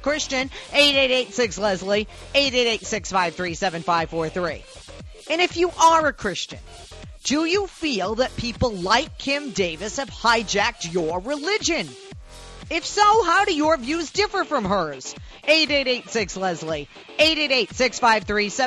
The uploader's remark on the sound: In this open phones hour I take calls from the audience